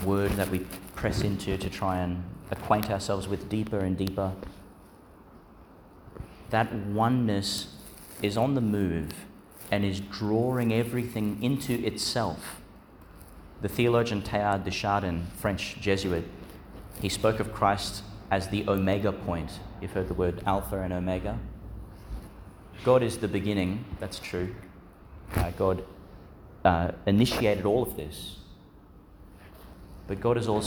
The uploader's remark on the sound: delivered in Our Lady Star of the Sea, Gladstone, Qld.